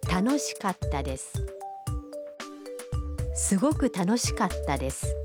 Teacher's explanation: خیال رکھیے کہ کتا کے تلفظ میں کا اور تا کے درمیان ہلکا سا وقفہ ہے۔